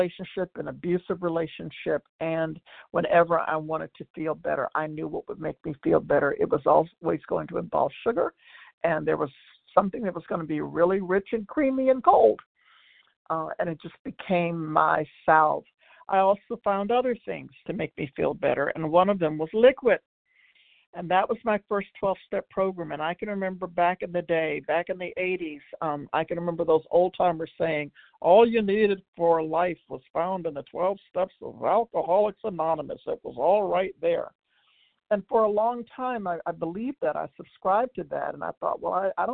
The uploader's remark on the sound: 100 Pounders Phone Meeting